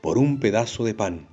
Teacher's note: coinciden en la vocal A desde la última sílaba acentuada al final de cada verso · Term: rima asonante